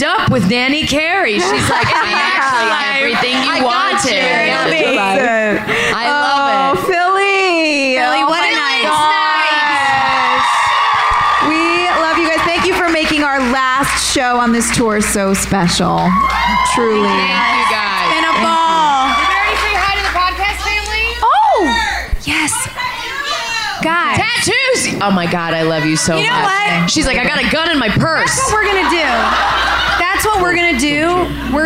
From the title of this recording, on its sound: LIVE IN PHILLY!